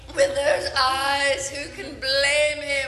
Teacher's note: some of the words, like the syllables, get drawn out, like the way you say eyes, blame, even teeth in this clip.